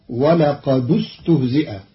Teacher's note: قرأ قالون كلمتي ولقد استهزئ بضم الدال وصلا لضم ثالث الفعل، فتصير ولقد استهزئ.